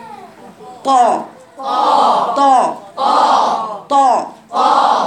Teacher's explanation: يبقى في صفتين قوة، صفة استعلاء اقصى اللسان، واطباق